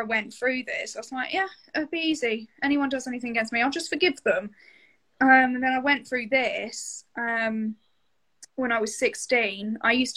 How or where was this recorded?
video call